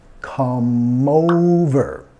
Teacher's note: Ojo acá, tenemos que vincular, ¿no? La E al final de come es muda. Y vamos a vincular de la M al O.